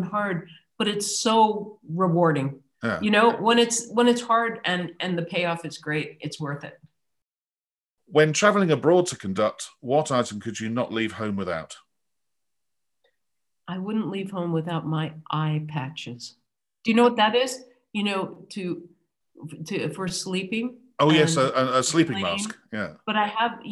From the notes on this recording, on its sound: This interview was recorded on 21st January 2021 via Zoom.